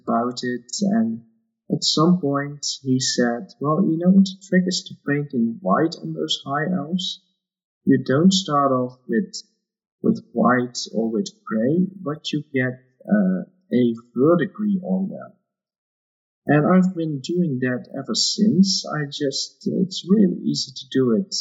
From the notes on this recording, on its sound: Apologies for the audio on this episode, there were some issues with the recording.